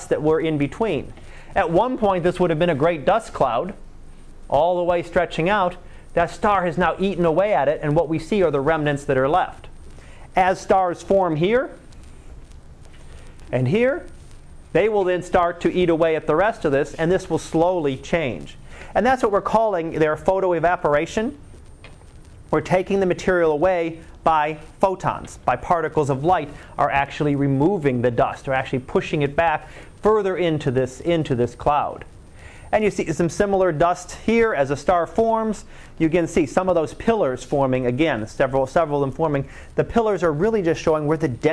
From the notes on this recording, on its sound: Live Class Lecture.